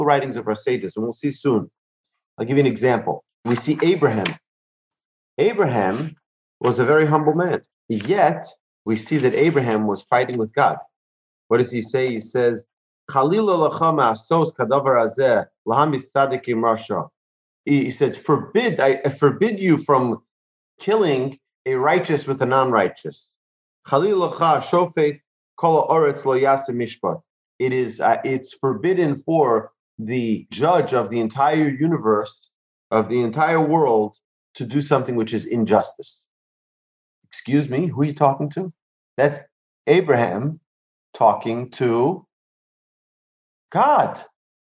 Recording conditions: video call